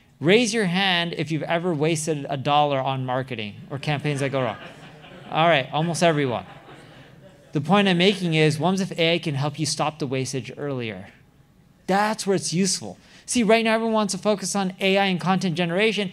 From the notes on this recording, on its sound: live session at the Leveling Up Founders Event